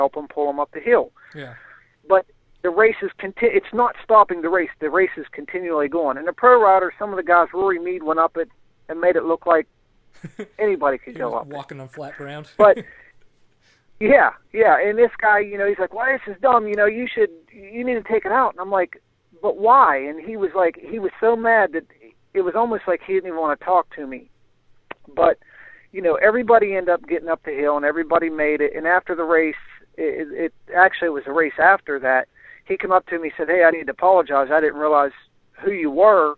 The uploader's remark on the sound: on the phone